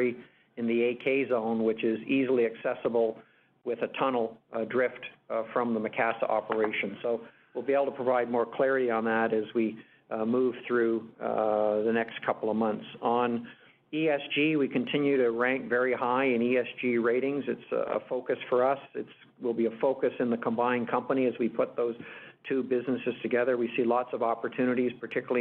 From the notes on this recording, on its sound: This week’s episode features Agnico Eagle Mines’ Q3 conference call.